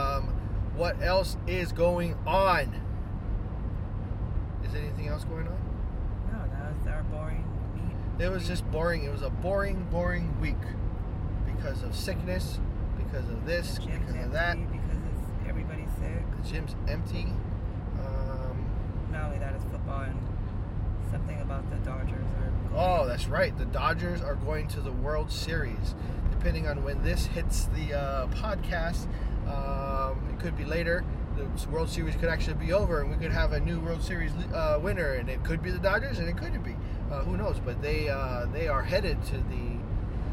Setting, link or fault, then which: setting, inside a vehicle